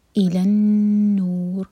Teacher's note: مین الظلمات الی النور، یہاں رکیں گے تو را کو ہیوی پڑھا جائے گا، را ساکن سے پہلے دم آ رہا ہے. اور نو ہم چار ہر کلمبہ کھینچیں گے مد عارد سکون.